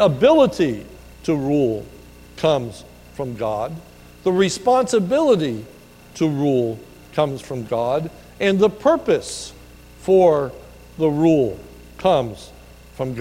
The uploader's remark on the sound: This is a sermon recorded at the Lebanon Bible Fellowship Church in Lebanon BFC in Lebanon, PA on 01/12/2020 during the morning service